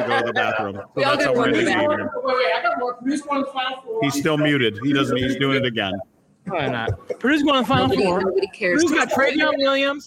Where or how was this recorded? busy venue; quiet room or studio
busy venue